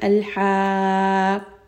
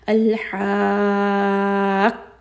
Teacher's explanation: So here as well, you're going to see that there is a شدة on the قاف، and you are going to read this for six count followed by raising the voice just a little bit on the قاف · Shown in: second take · Now if you do not do نبر، it can sound like الحاقة.